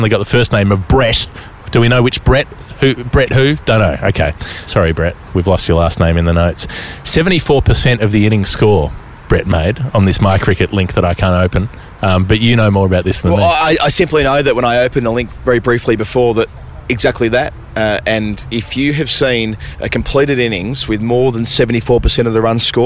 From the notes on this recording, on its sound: This week's episode comes direct from the Media XI cricket match against the MCC. An episode that was a lot of fun, recorded in a lovely location.